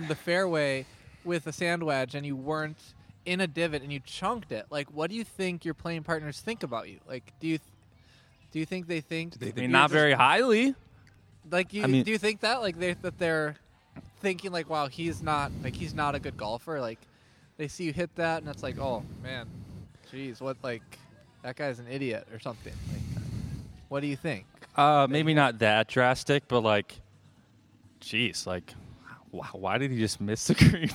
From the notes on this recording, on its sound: Come to you live from the patio at Canal Shores in our first podcast of the summer.